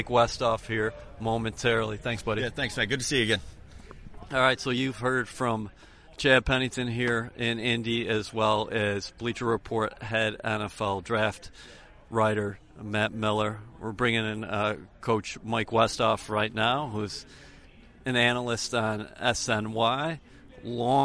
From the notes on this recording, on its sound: Live at the Combine - Day 3. At the 2017 NFL Combine in Indianapolis.